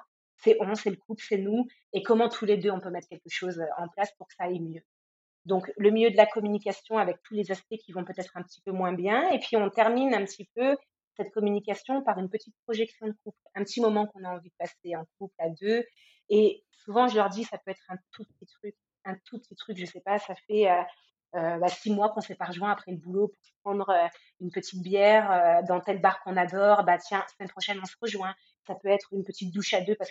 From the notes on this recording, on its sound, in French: Je m'excuse pour la qualité du son.